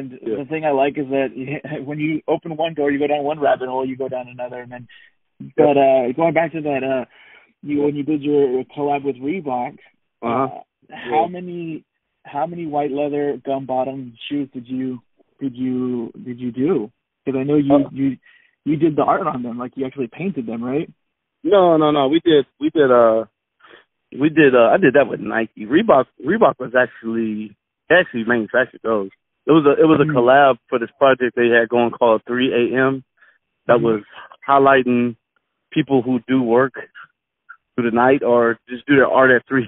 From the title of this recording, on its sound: Phone Call